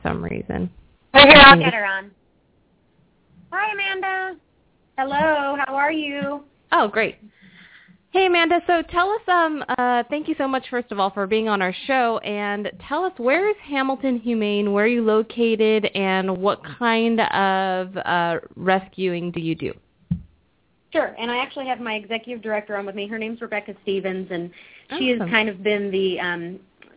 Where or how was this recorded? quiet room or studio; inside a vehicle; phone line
phone line